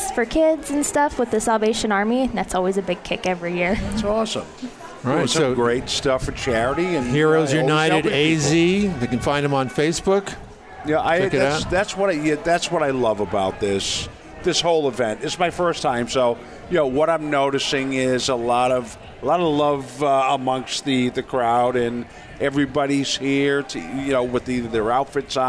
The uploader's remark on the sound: Join the VoiceAmerica Live Events team as we Broadcast Day 2 Live from the Phoenix Comicon! Interviews LIVE from the floor of Phoenix Comicon!